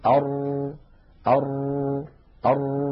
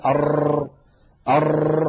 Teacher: فإذا نقول أر نجد أن اللسان فيه شيء من الارتجاف · Shown in: first take · لكن هذا لا يؤدي إلى أر هذا مبالغة في التكرار يؤدي إلى ظهور أكثر من راء، وهذا لا يصح أبدا هذه أرجو أن ننتبه إلى هذه القصة.